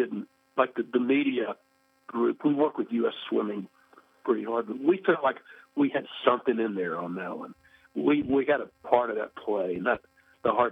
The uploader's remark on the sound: spoke with us on the phone from his home in Colorado Springs